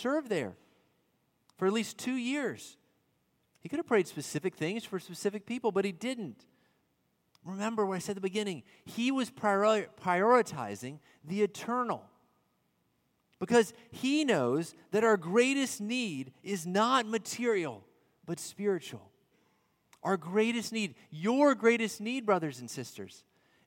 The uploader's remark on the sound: At Redeemer Presbyterian Church in Charleston, SC